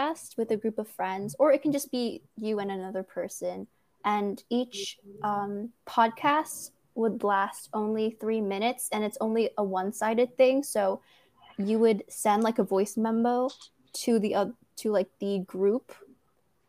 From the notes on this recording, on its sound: This was our first time recording a podcast and we had some technical difficulties. This episode was recorded in January 2022.